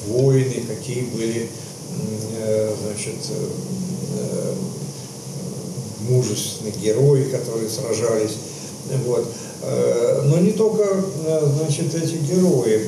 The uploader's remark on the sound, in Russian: Приносим извинения за качество звука: запись велась в живой рабочей обстановке.